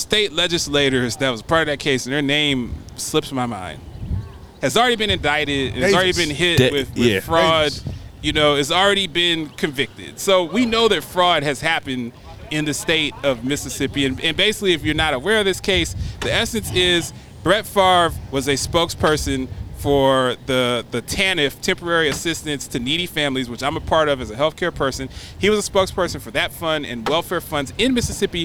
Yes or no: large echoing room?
no